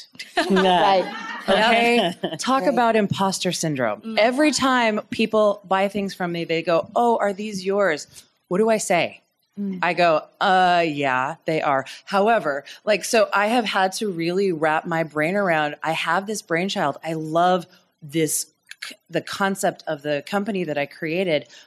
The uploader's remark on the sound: This weeks episode was recorded live at BroadwayCon 2019.